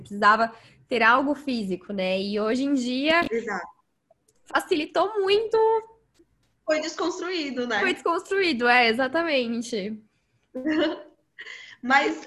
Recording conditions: video call